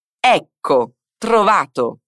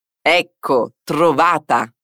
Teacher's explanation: Pronuncia attentamente la doppia C facendo una piccola pausa prima.